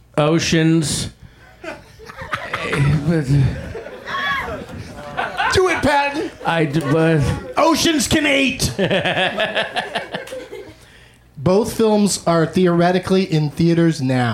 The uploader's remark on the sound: Back home at the UCB Franklin